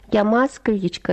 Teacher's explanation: Отчасти она стала сейчас уже особенностью женской речи. Женщины любят растягивать гласные. Я москвичка, да, так мы скажем. Ну, я сейчас утрирую, конечно, это произношение.